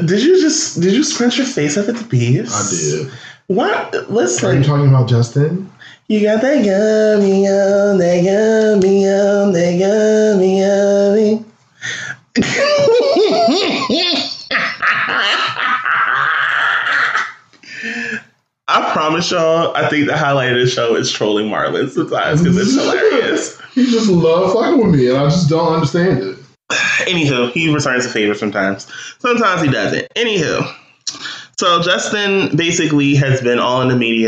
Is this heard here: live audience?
no